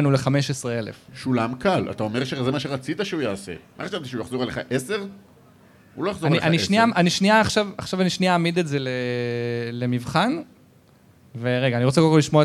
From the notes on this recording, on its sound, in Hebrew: חוגגים 50 מול קהל חי! הוא הוקלט מול קהל חי במועדון ה"האוונה קלאב" בתל אביב.